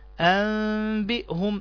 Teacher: النون ساكنة جاء بعدها حرف الباء في كلمة واحدة، فتقلب النون ميما مخفى بغنة · Term: الإقلاب